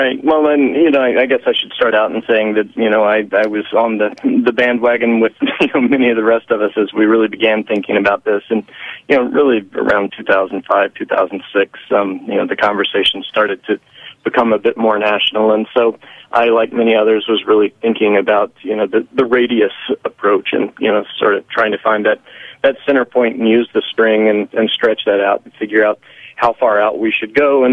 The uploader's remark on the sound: phones in to talk to us